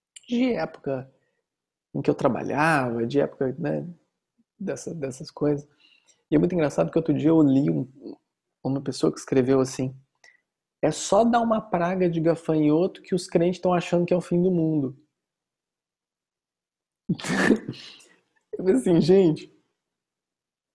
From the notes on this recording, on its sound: Online via Zoom